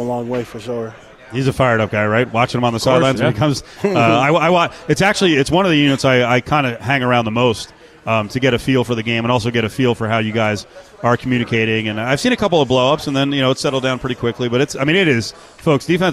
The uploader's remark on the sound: LIVE AT CIRCA FOR MW MEDIA DAY